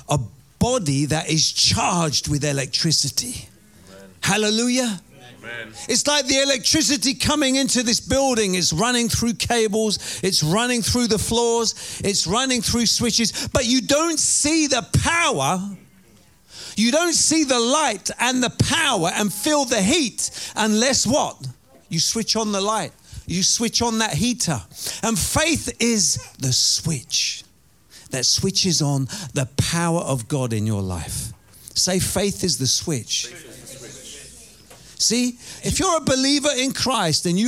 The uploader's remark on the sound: Preaching at Oasis Church, Watford, England